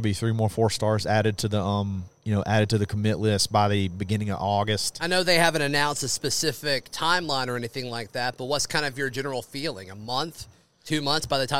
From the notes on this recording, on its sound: broadcast live from Baumhower's in Auburn.